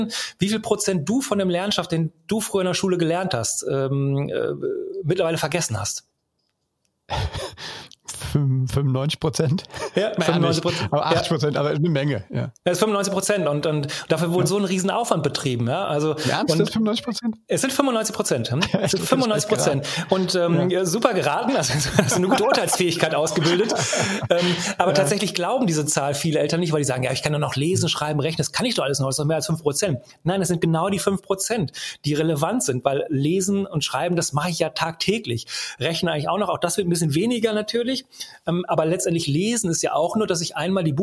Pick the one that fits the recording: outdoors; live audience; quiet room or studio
quiet room or studio